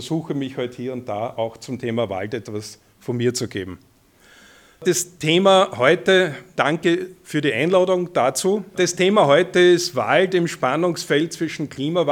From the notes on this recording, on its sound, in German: Dieser Vortrag wurde im Rahmen der Gesprächsreihe Salongespräche der Grünen – Generation plus OÖ am 23. In Linz aufgenommen.